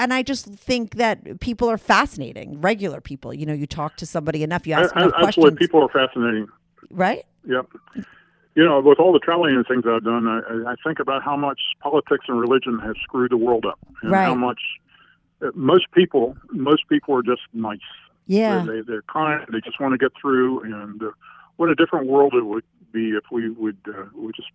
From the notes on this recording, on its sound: he called in to talk all about it